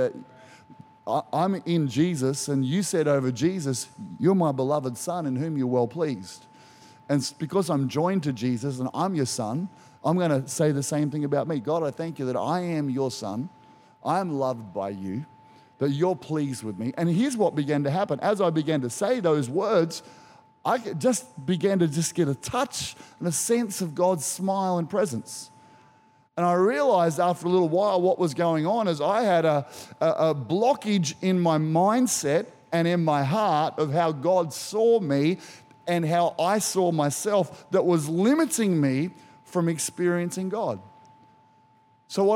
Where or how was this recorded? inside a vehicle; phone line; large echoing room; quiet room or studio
large echoing room